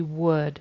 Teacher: I heard woad instead of would. So that horseshoe U of would, he turned into a long O